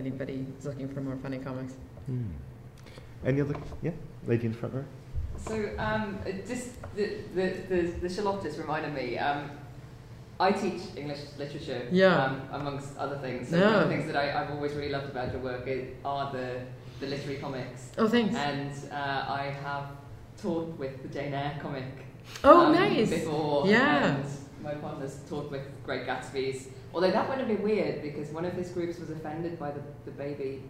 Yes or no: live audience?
yes